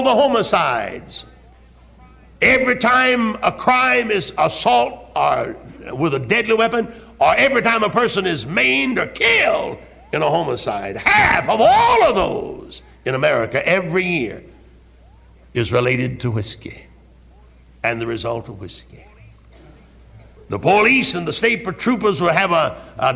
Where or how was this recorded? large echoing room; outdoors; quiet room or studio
large echoing room